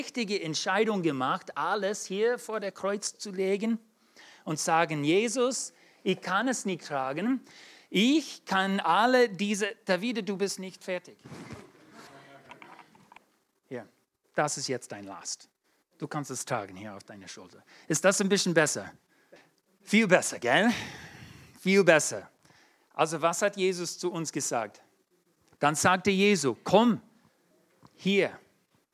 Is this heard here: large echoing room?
yes